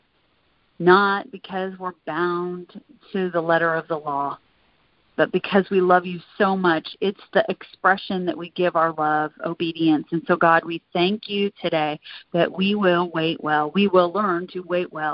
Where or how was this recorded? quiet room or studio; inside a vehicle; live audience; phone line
phone line